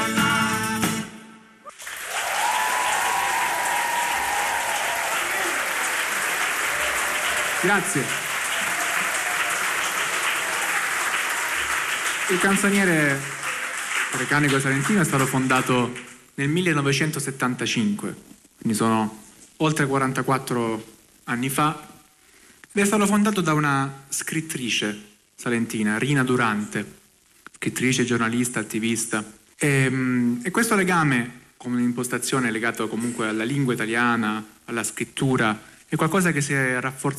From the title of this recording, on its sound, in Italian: Speciale dal festival della lingua italiana di Lecco